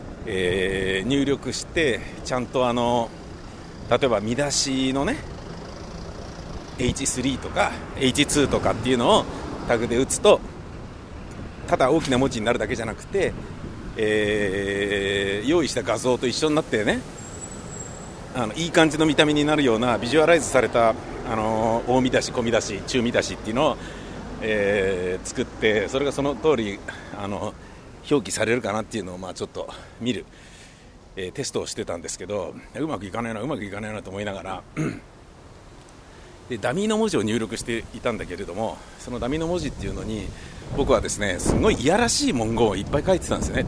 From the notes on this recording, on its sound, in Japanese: 本日は暑い中、大量のＭＯを持って放送曲を回るという配送日になりまして。その道中、あまりにも暑いので録音機を持ち歩きたまに立ち止まり録音。